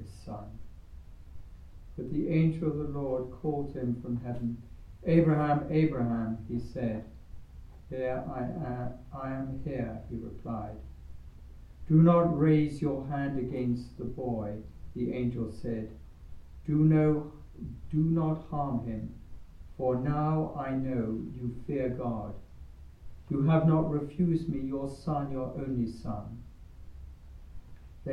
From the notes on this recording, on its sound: Recorded live at Southgate House on 6 July 2023.